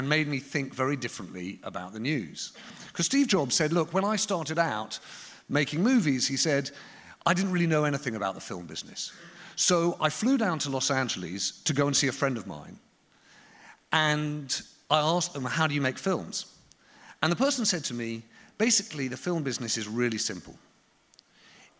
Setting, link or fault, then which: setting, live audience